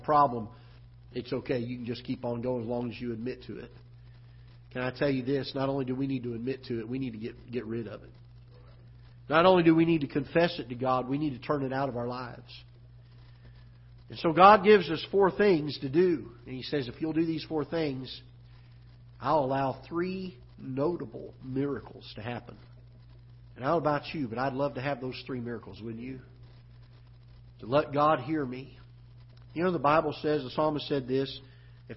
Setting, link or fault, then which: setting, large echoing room